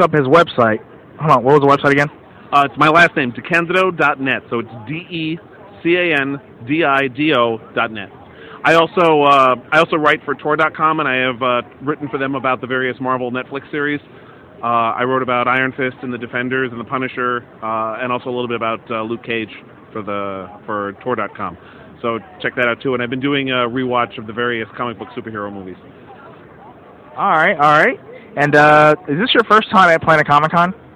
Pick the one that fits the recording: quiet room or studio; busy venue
busy venue